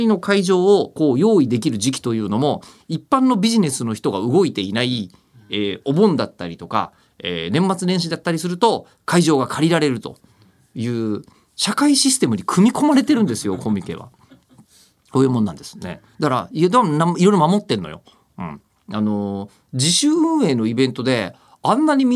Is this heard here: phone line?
no